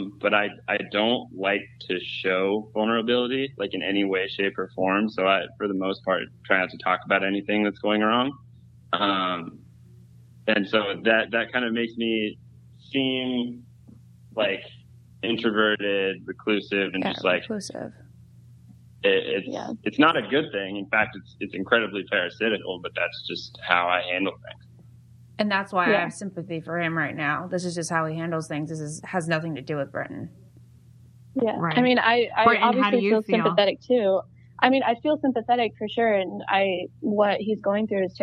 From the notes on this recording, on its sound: The girls call the guy on the line